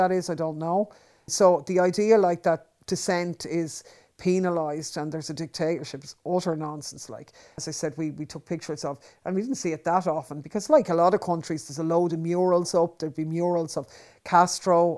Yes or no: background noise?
no